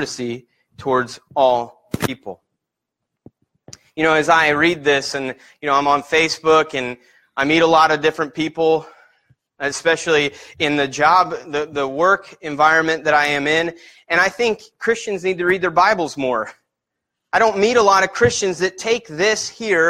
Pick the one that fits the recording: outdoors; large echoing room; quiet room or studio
large echoing room